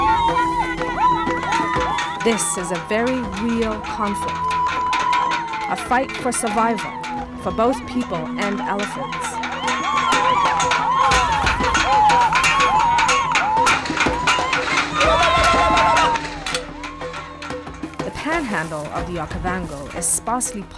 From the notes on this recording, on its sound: This week is a recording of Demo Day from Fledge14, the conscious company accelerator in Seattle.